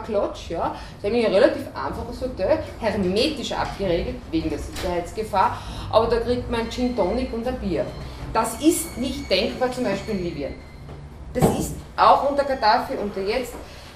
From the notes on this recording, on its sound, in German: Workshop mit Journalistin und Kriegsreporterin. Sie sprach im Rahmen der Green Lecture Reihe der Grünen Bildungswerkstatt OÖ.